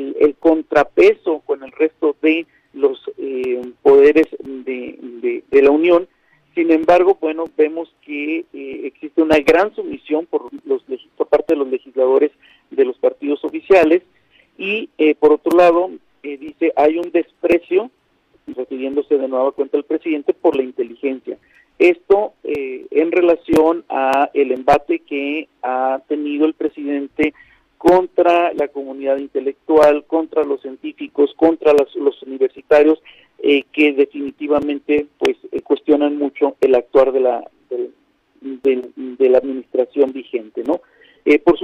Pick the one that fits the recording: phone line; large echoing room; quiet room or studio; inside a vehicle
phone line